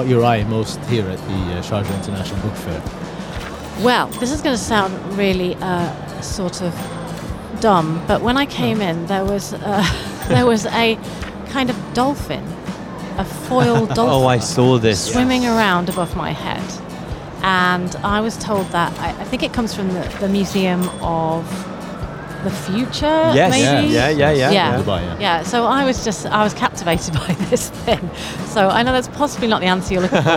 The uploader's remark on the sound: Live from SIBF 2023. The 42nd edition of the Sharjah International Book Fair.